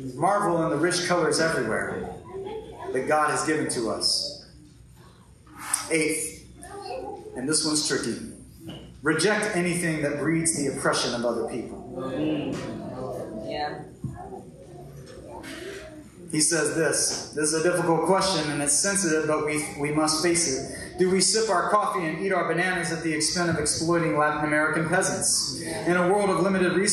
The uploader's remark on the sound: Lower quality audio was pulled from our live stream.